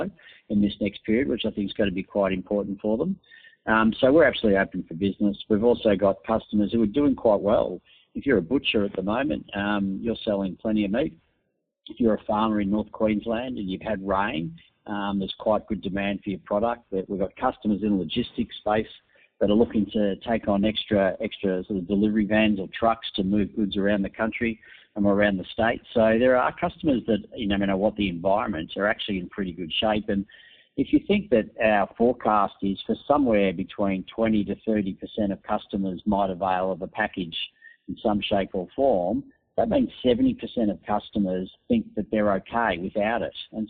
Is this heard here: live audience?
no